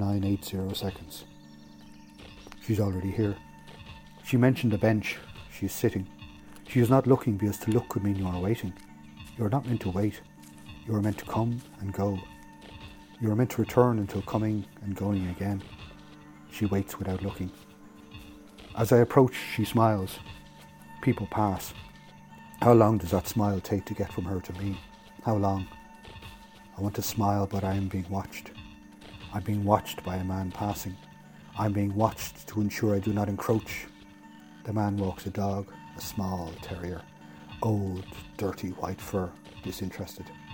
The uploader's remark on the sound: Lives in Brazil and she recorded in the forest by her home.